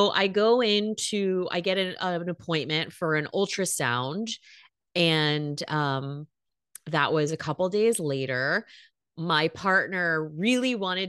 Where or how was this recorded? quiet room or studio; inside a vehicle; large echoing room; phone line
quiet room or studio